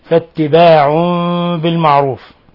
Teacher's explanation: قلبنا النون الساكنة أو التنوين قلبناها ميما مخفاة، لأن التنوين في الحقيقة هو نون ساكنة، تنوين لكن استعيض عنه بالشكلة، توالي الشكلة. · Term: إقلاب